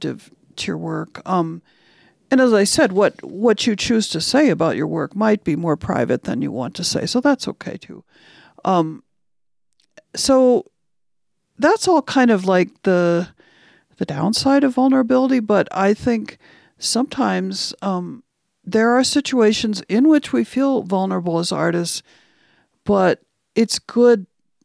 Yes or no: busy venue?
no